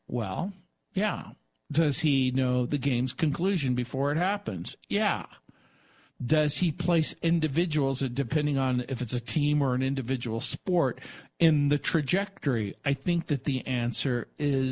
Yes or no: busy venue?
no